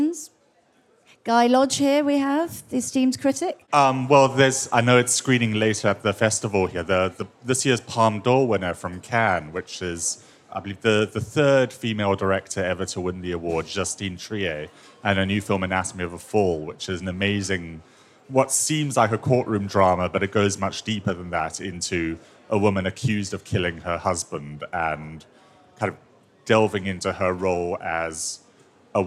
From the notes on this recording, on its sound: Girls On Film live at Karlovy Vary International Film Festival. Karlovy Vary International Film Festival 2023, where Girls On Film recorded an episode with an audience of festival goers.